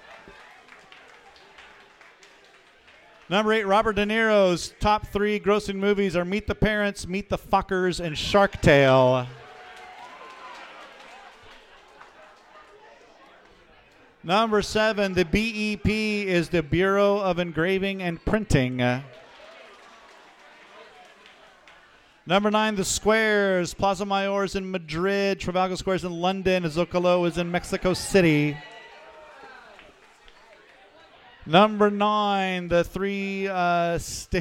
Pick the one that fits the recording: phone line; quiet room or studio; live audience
live audience